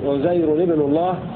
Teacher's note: قوله ولونوا عزير رضا نص وبالكسر كلا، أي قرأ الكسائي وعاصم بتنوين الراء في لفظ فقالت اليهود عزير ابن الله على أنه اسم منصرف في وقالت اليهود عزير ابن الله، وكسر نون التنوين تخلصا من التقاء الساكنين